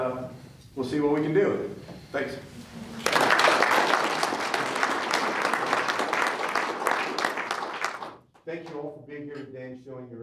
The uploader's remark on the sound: I recorded the audio during last night’s community meet and greet with the candidates held at the Ridgeline Hotel’s conference center.